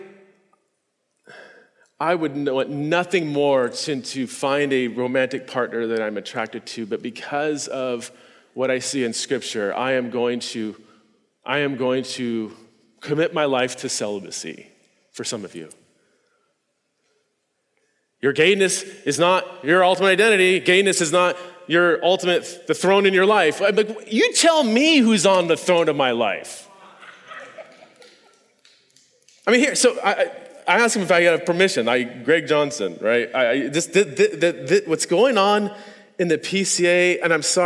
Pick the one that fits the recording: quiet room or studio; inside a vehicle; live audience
live audience